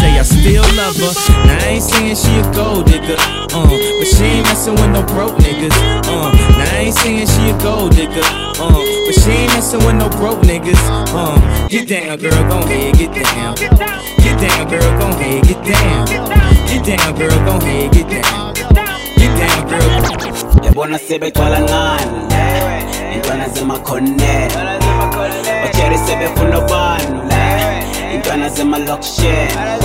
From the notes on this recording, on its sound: LIVE AUDIO RECORDING DJ SET